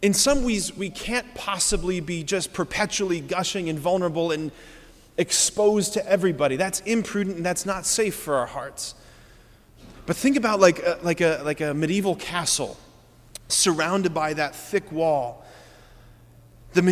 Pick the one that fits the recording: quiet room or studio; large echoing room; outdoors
large echoing room